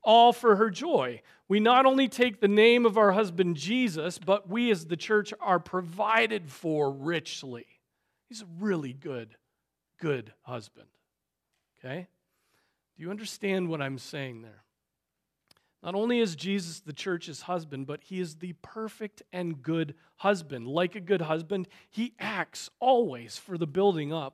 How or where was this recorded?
large echoing room